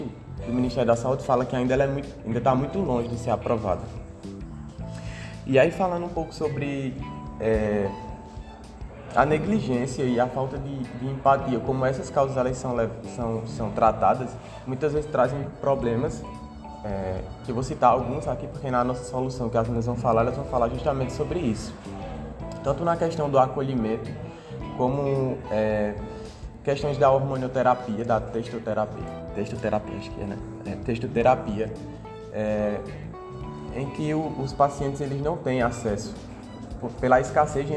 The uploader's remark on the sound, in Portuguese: Foi gravado na sala de aula, no desenvolvimento de um tópico didático-pedagógico do módulo de Diversidade Étnica e Cultural na Medicina. Um dos grupos da turma 113 medicina/UFPB problematizou o tema proposto.